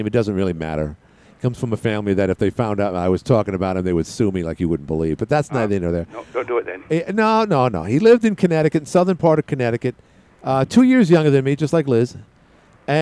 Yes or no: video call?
no